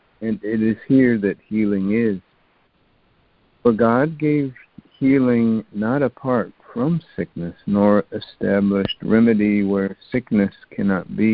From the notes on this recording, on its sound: ACIM Daily Conference Call